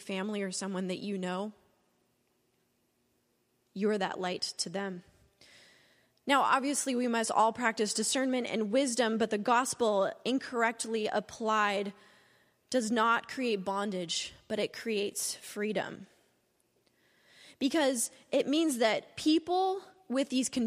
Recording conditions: large echoing room